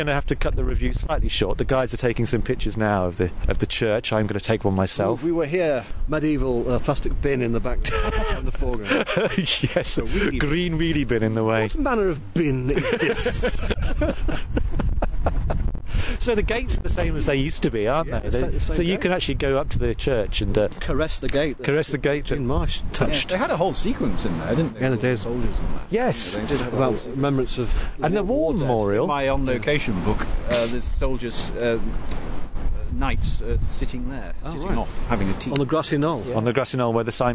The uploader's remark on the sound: We're on foot and on location in Hambleton for a historical special!